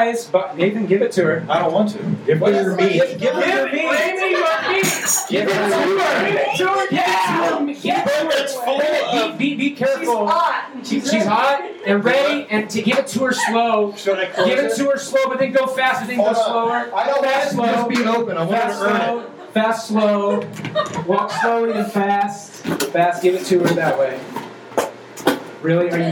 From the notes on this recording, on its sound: GBG Live & Un-Edited from Packrat Comics. To do the first ever GBG LIVE & Un-edited. Answer audience questions.